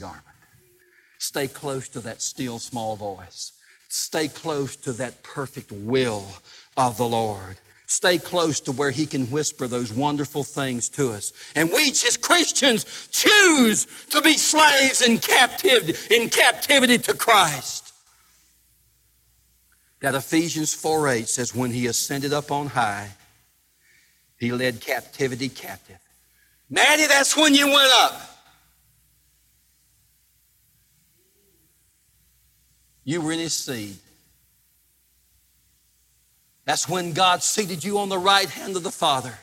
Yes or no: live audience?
yes